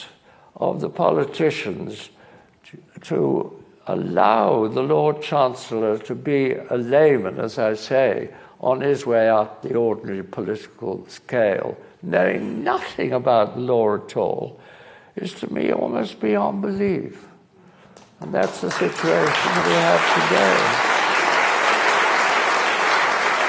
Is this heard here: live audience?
yes